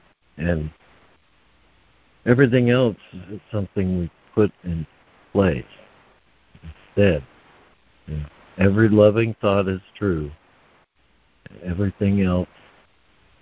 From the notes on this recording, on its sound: ACIM Daily Conference Call